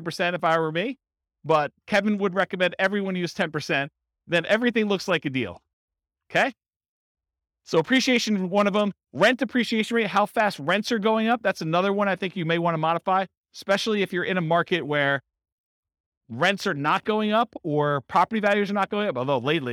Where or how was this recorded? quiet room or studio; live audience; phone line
live audience